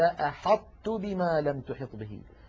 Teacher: هذا الإدغام إدغام ناقص، أي أننا نطبق على طاء ونفتح على تاء